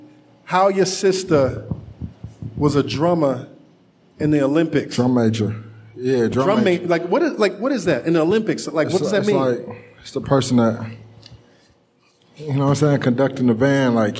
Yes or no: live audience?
yes